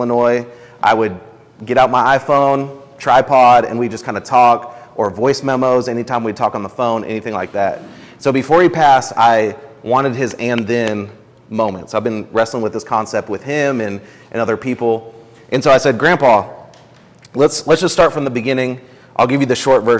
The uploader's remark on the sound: This is a recording from March 3, 2022 at the Cultivate Intensive #2. At the Cultivate Intensive #2 on Redemptive Leadership.